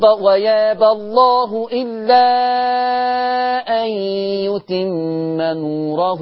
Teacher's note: عشان الراء مضمومة قبلها كسر، يعني الكلام واضح، يعني رققوا الراء.